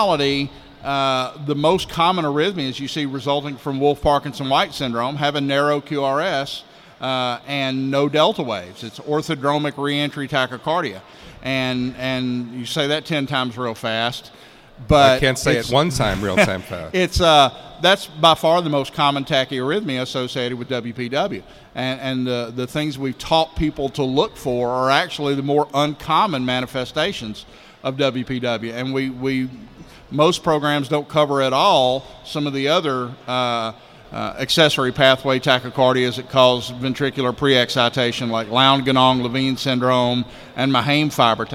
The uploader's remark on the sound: Live from Initial Assessment Conference.